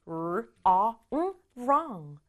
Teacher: wr이 만나서 소리는 r 소리밖에 안 나요.